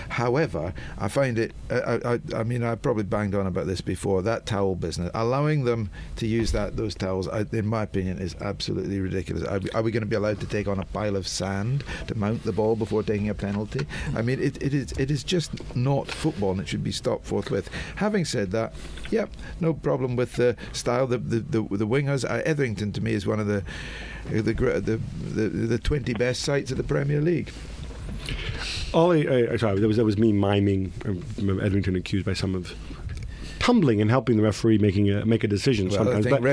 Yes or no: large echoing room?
no